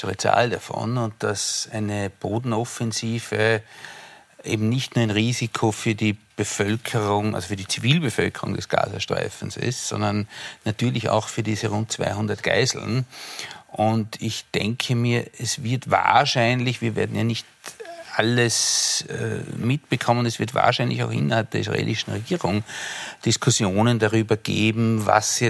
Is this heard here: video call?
no